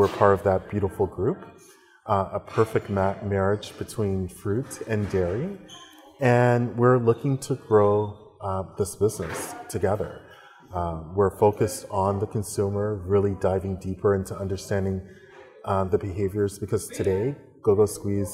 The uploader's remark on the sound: Recorded during CGT’s annual Consumer Goods Sales & Marketing Summit in New York